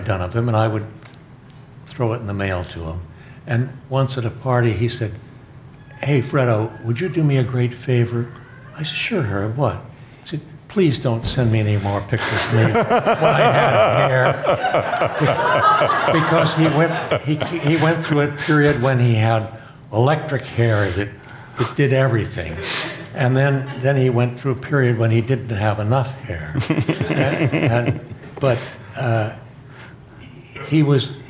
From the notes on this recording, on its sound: Was given on October 02, 02018 as part of The Long Now Foundation's “Conversations at The Interval” Salon Talks. These hour long talks are recorded live at The Interval, our bar, cafe, & museum in San Francisco.